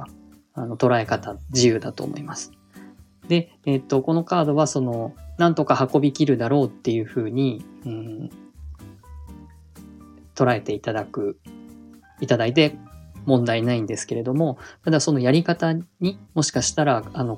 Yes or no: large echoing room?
no